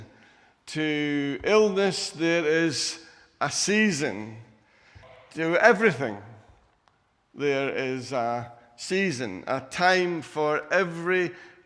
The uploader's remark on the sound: Recorded at freedomcentre church, Preston on Sunday 13th September 2020